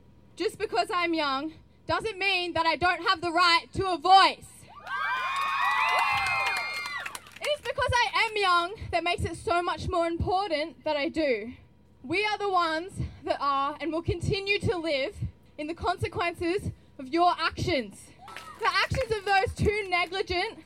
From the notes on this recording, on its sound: Hear live recordings from youth attending the Byron march as well as interviews with Byron highschool event coordinators and fledging new radio recruits!